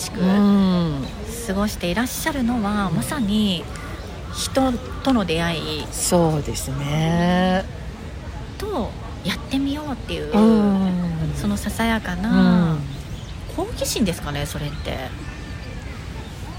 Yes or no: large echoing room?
no